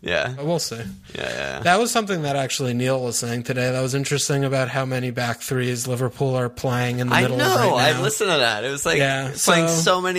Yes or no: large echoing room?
no